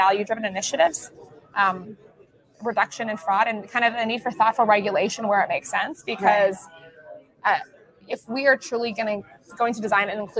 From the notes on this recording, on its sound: coming to you live from Coin Agenda at Puerto Rico Blockchain Week